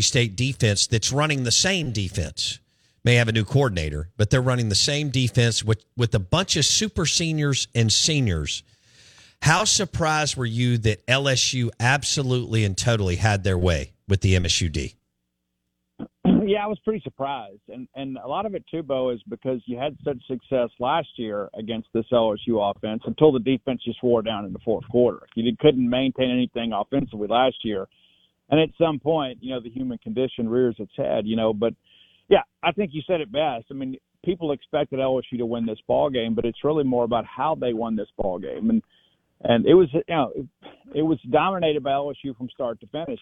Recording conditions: phone line